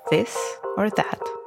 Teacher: Then there is th. Lick your front teeth for its voiced dental fricative, a slight lisp or hum